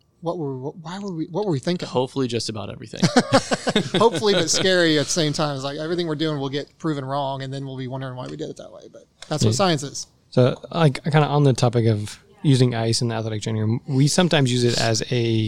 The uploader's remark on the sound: live from the Memorial Hermann Sports Medicine Update